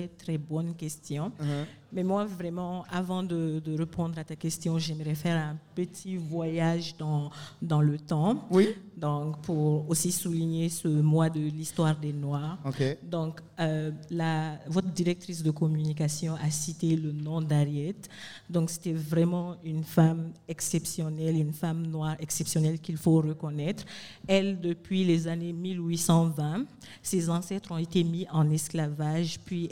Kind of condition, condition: setting, busy venue